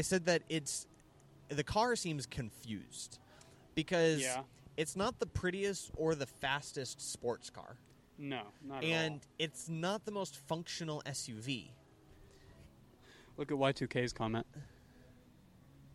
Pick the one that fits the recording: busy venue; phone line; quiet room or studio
busy venue